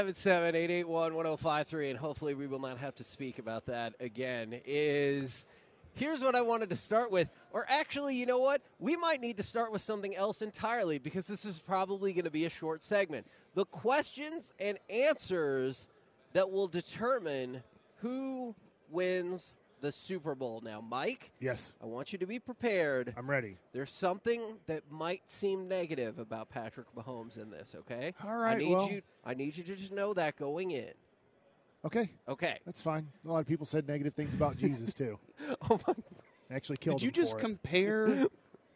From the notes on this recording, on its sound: LIVE from Radio Row in Las Vegas!